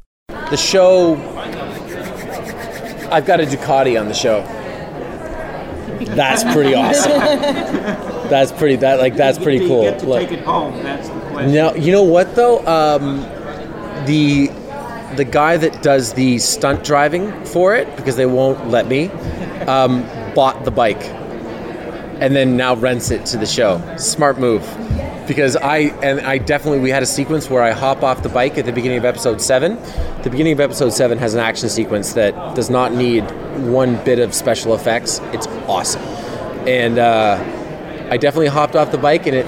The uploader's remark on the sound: Taped at the roundtables at New York Comic Con